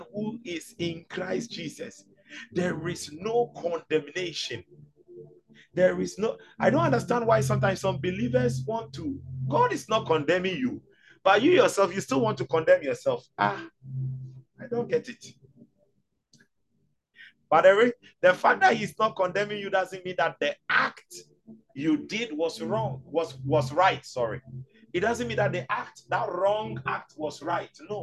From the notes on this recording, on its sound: Zoom meeting